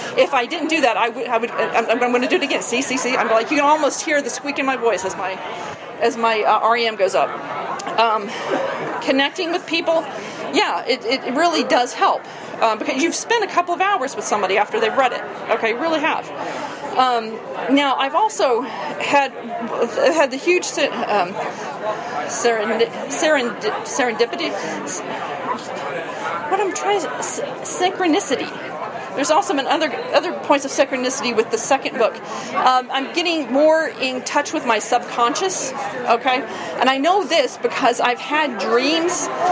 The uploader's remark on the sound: Tent Talk at the Tucson Festival of Books 2017. Independent authors have an area where they can talk about their books and take audience questions.